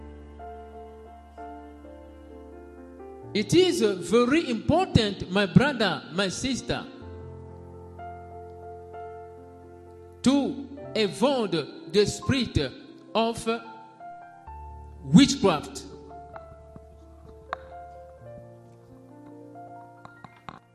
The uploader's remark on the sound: SUNDAY LIVE SERVICE